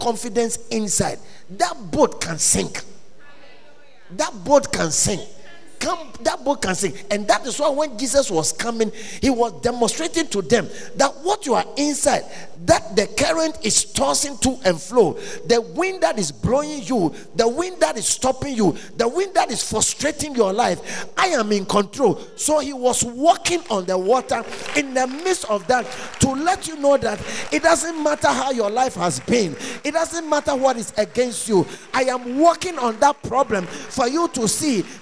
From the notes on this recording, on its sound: at The Fountain of Life Cathedral, The Gospel Encounter Service - 17th February, 2024